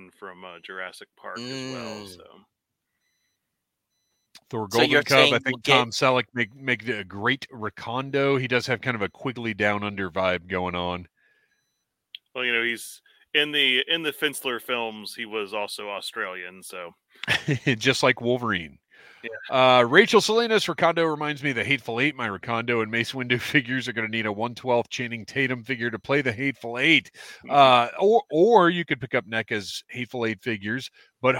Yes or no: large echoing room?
no